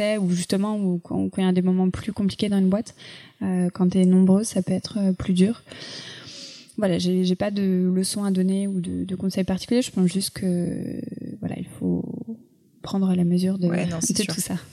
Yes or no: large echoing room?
no